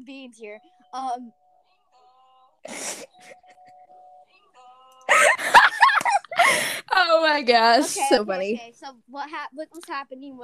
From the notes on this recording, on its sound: Sorry for the technical difficulties.